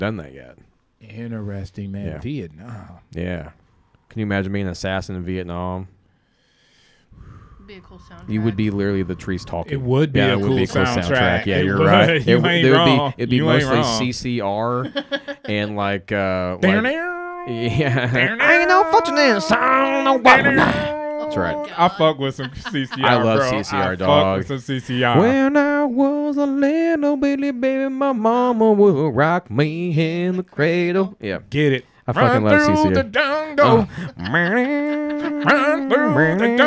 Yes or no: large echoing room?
no